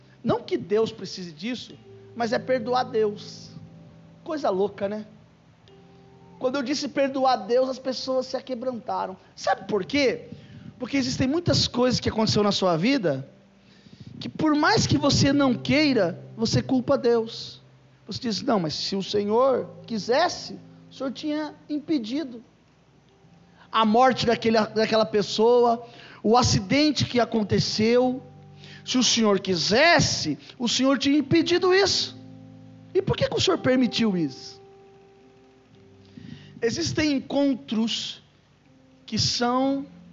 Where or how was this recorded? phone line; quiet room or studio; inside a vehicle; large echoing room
large echoing room